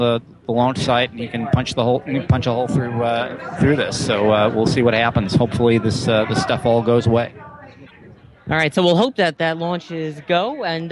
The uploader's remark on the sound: Talking Space Broadcasts Live at STS-135. The entire team gathered at the Kennedy Space Center to broadcast live coverage of the final space shuttle launch. Over 200,000 of you listened to us live on launch day. Special thanks to Astronomy.FM for hosting the live stream and to all affiliate stations who joined it. Live from the Kennedy Space Center in Cape Canaveral, Florida.